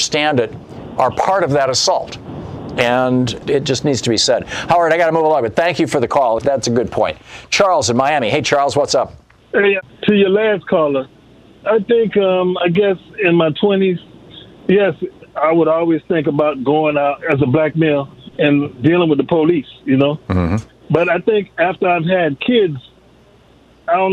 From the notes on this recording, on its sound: Listeners call